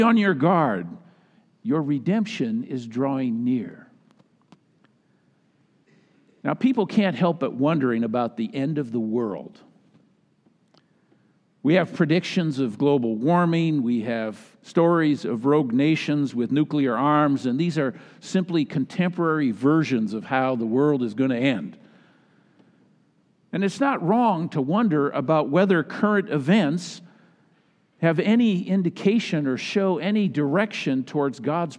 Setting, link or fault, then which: setting, large echoing room